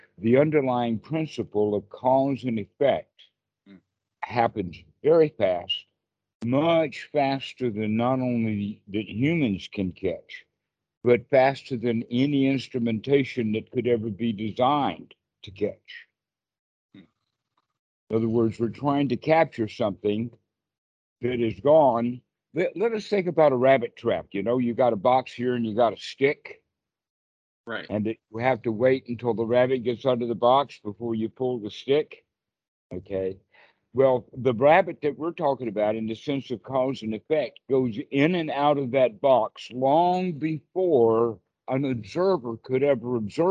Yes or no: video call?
yes